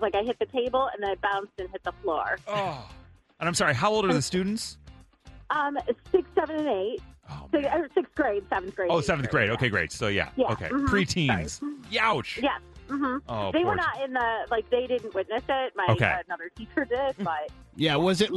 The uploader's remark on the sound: Teachers called